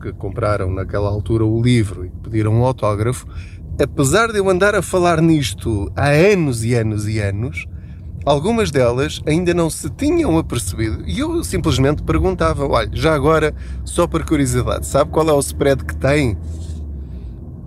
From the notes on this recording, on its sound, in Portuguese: Não ligue aos barulhos da viagem.